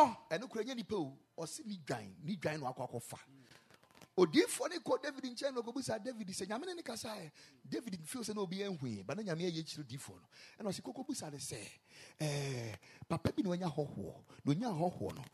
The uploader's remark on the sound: Preached at the Ekklesia Campus.